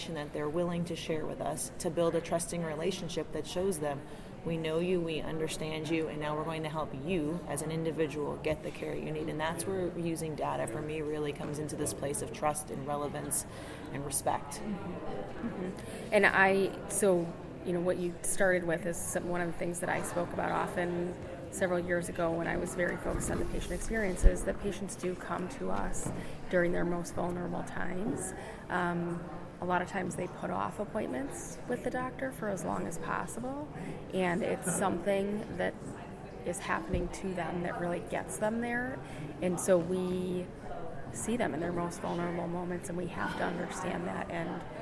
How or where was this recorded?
busy venue